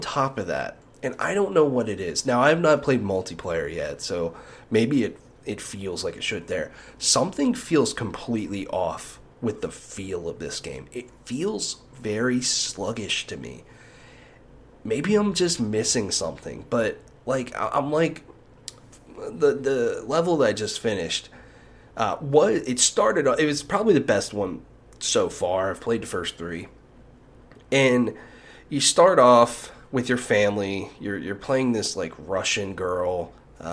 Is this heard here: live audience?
no